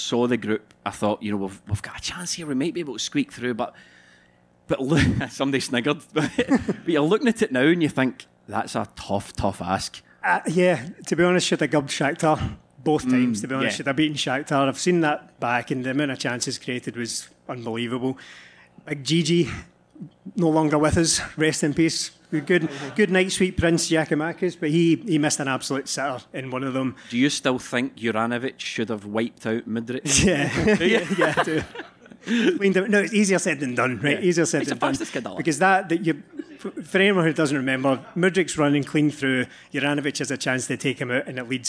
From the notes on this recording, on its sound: End of Season Live Show. Apologies for some of the visual aspects of the show not translating well to an audio medium.